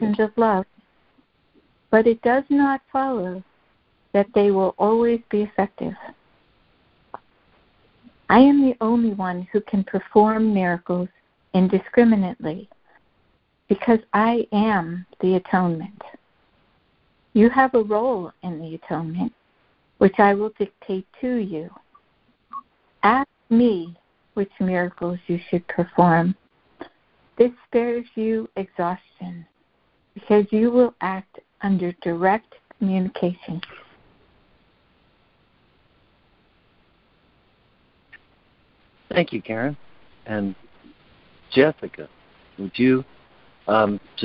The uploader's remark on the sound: ACIM Daily Conference Call.